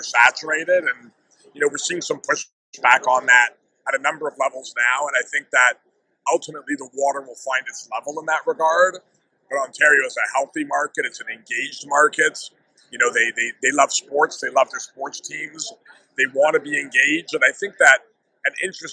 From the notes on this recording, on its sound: The Meadlowlands Exposition Center was buzzing this week at the SBC Summit, we present the proof in live audio form. We had guests moving in and out of chairs in a corner of the SBC Sales Lounge.